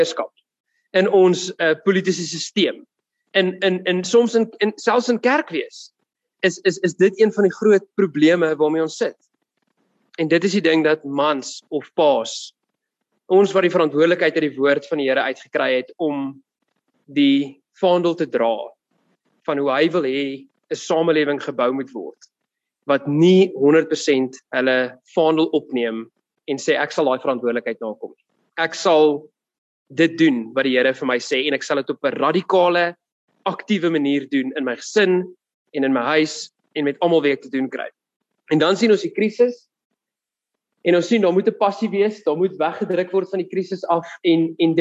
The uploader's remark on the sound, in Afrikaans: Woord Sonder Grense Mannebediening se saalbyeenkomste by Choose Life Church *(CLC)* vind plaas op Dinsdae oggende vanaf 6:00 tot 7:00 by *CLC* se saal. Zoom* byeenkomste word gefasiliteer tesame, en op dieselfde tyd, as die saalbyeenkoms.